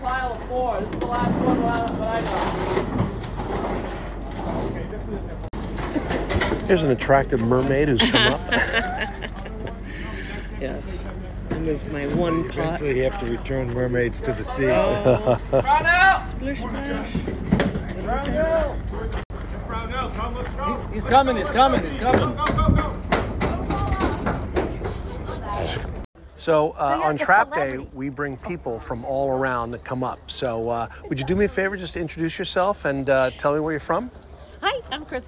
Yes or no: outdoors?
yes